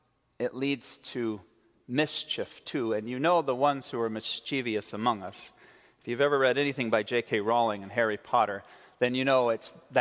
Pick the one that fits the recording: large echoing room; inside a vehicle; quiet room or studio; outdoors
large echoing room